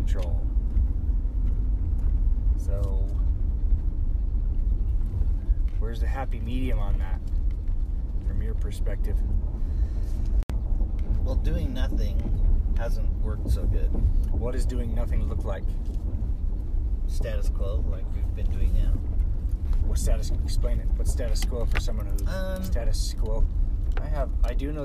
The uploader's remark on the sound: Rednecks riding on rough roads with a dog. We were at the top of West Mountain in Utah County, Utah. We did a little spin off Jerry Seinfeld’s Comedians in Cars Getting Coffee as we descended on a rough dirt road so enjoy, the road noise, rattling and panting dog.